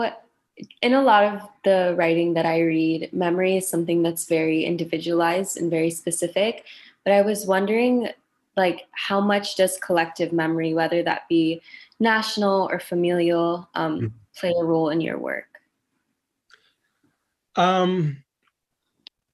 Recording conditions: video call